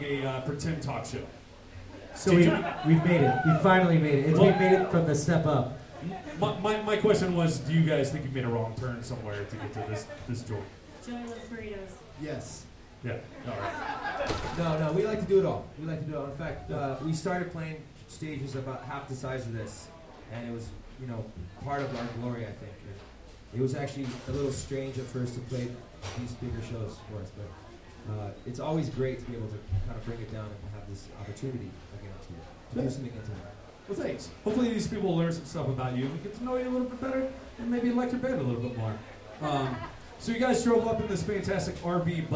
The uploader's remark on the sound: Recorded in front of a live studio audience at Illegal Pete's South Broadway in Denver, Co! Before the band plays a short set for the All Ages crowd!